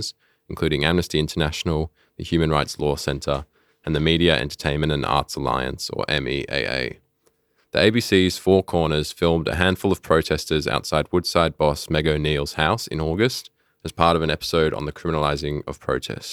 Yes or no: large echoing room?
no